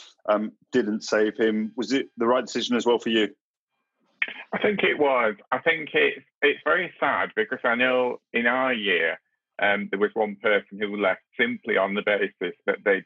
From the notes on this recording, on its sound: we recorded this podcast remotely via Zoom